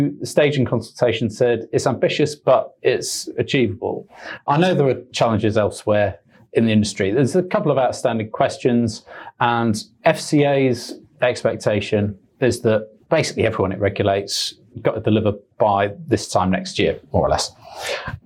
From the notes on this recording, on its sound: I got the mic setting wrong on this one so the sound quality is a bit poor, sorry.